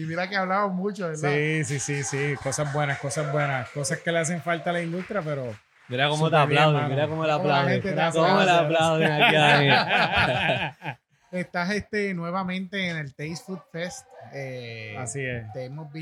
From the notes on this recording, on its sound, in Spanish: Grabamos este episodio especial desde el Taste Food Fest